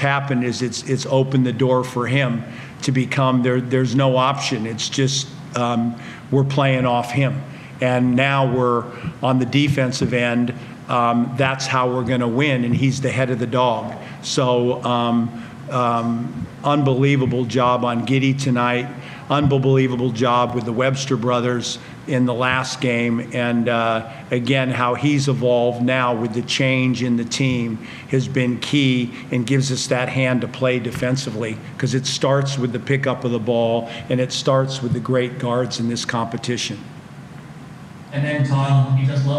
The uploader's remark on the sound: Round 18 in the NBL match between the Illawarra Hawks and the Adelaide 36ers in Illawarra New South Wales (NSW). Post Match Press Conference.